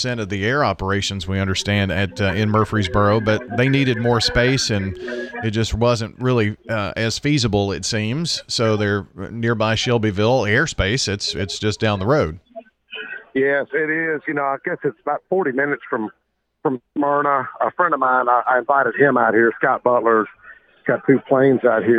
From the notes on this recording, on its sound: LIVE from MTSU Aerospace Expansion Announcement. LIVE from the MTSU Aerospace announcement.